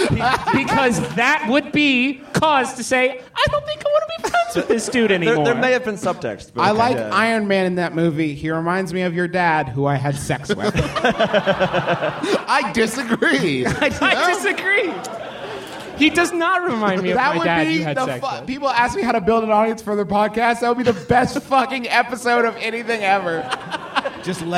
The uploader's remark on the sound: Live, from MaxFunCon